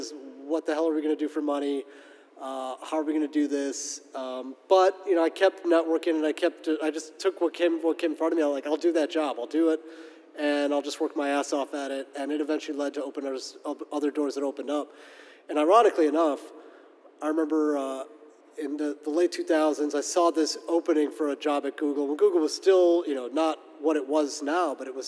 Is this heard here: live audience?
yes